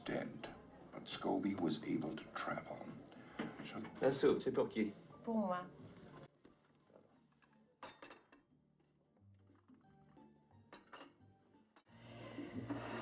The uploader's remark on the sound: In a serene scene from the classic film 'Charade'. Set in a cozy restaurant ambiance. This video is thoughtfully looped. The delicate clinking of cutlery and the gentle murmur of conversation.